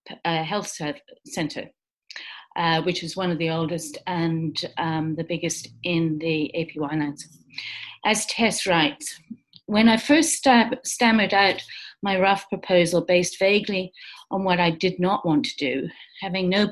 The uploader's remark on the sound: This event was held via Zoom on Friday 11 September, 2020.